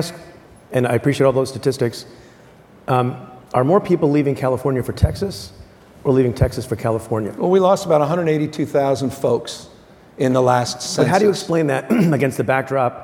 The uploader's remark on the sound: Live at the Code Conference. At the Code Conference in Los Angeles.